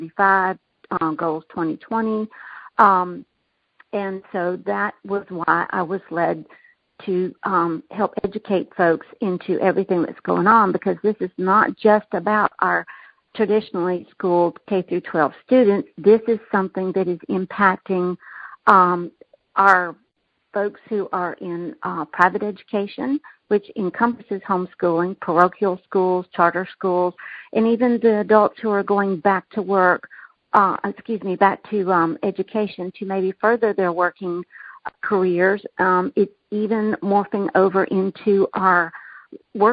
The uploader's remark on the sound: Communication Team Conference Call 3